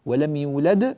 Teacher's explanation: ولم يولد وقفنا عليها، فالقلقلة هنا قلقلة كبرى